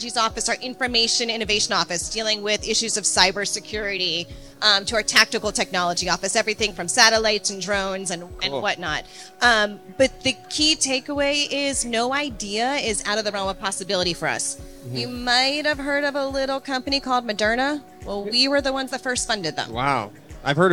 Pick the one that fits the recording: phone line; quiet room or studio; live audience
live audience